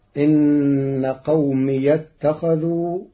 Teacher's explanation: إن قوم اتخذوا بفتح ياء الإضافة وصلا في كلمة قومي فتصير: إن قومي اتخذوا في لغة بعض العرب.